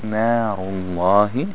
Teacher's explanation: Noon is thin, ra is thick.